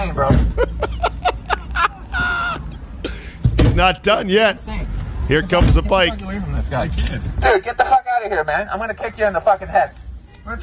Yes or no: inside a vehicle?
yes